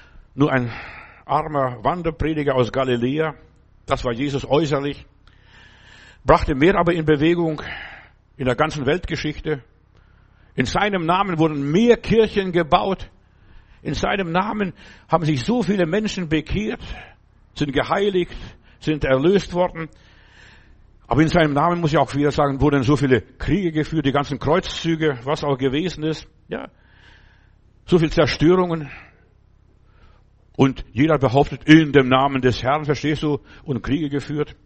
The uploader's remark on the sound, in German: im Gemeinde-Zentrum in Berlin aufgenommen